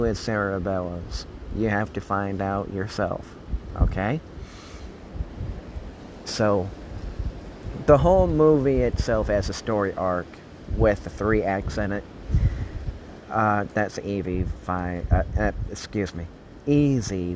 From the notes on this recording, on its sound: while recording outside